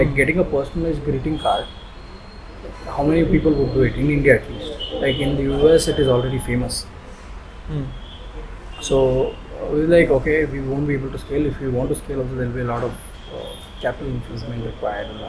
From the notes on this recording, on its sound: You may find somebackground noise due to the recording location.